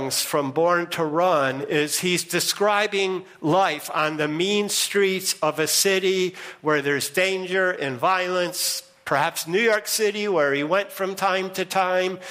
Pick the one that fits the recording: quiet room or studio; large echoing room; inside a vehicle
large echoing room